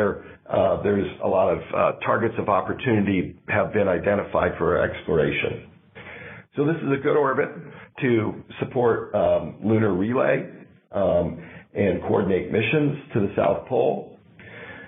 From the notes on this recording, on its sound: a Future In-Space Operations teleconference